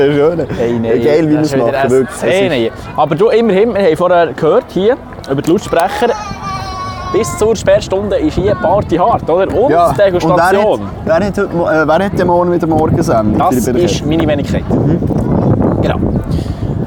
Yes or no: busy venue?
yes